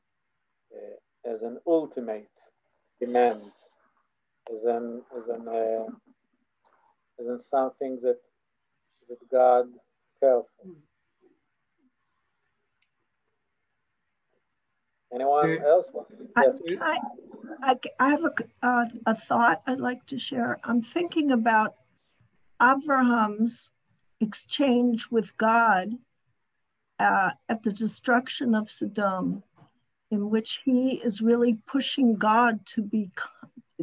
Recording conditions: video call